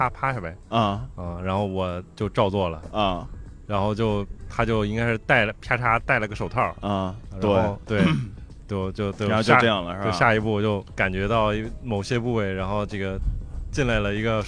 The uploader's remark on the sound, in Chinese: 本次第一次尝试在室外录音，推荐外放收听，耳机收听可能会听到风噪声，请见谅请见谅。